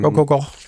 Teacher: det vil være et G i lydskrift, altså som vi ikke bruger i dansk, fordi det er stemt.